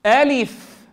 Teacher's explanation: نتنبه إلى إتمام الكسر في اللام ونتنبه إلى رخاوة الفاء، فأقول ألف.